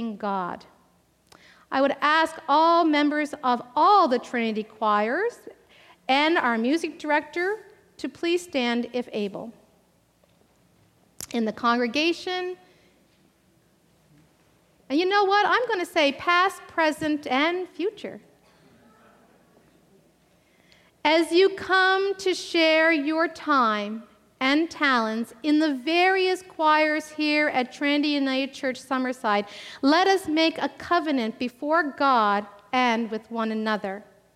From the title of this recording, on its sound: Live Worship Service